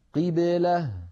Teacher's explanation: القاف مكسورة لابد من خفض الفك عندها، ولا نقول قبلة مثلا.